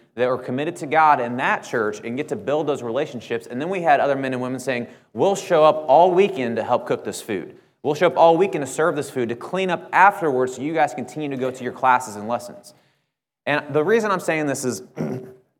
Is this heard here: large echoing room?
yes